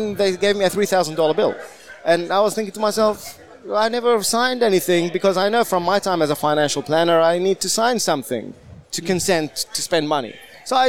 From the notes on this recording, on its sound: Recorded at the 2022 FPA Professionals Congress